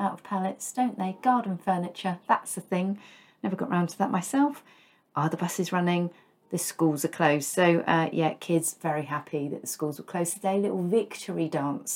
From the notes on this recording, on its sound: Added sound effects thanks to Storm Eunice finding her way through the gaps in the windows.